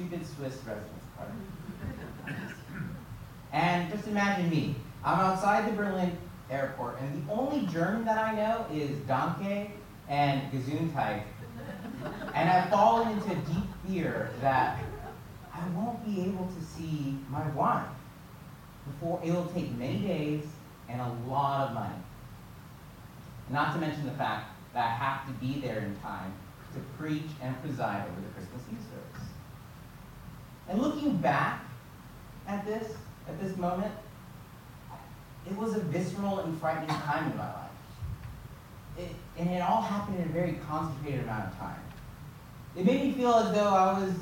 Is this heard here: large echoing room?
yes